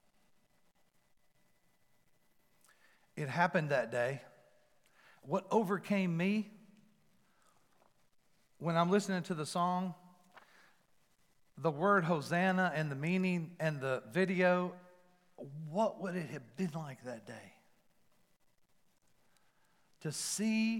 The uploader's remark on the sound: Palm Sunday at FMJ. Recorded live at The Fellowship at Mt Juliet.